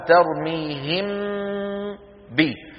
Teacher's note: عار عن التشديد مع بقاء الغنة في الحرف الأول · Term: الإخفاء